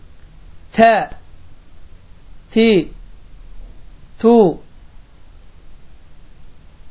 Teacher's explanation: Tə hərfinin məxrəci dilin ucunu damağa toxundurmaqla incə tə hərfi çıxır. Və bu hərf dediyim kimi incə hərflərdəndir və məxrəci də bir də təkrarlayıram dilin ucunu damağa toxundurmaqla tə hərfi çıxır.